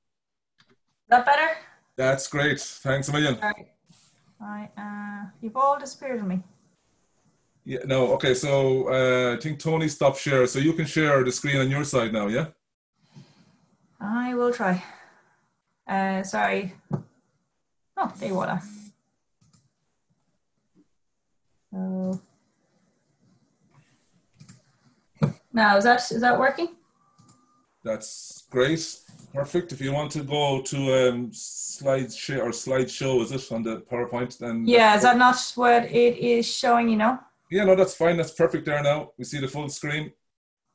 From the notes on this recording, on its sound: This is the audio from the APTN aircraft lessor CTO and Powerplant manager's Zoom Call. This is the audio from the APTN aircraft lessor CTO and Powerplant manager's Zoom Call.